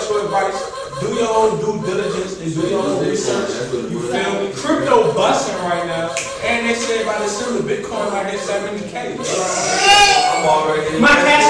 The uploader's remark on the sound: HUGE SPECIAL THANKS TO EVERYONE WHO CAME OUT FOR THIS EPISODE!!!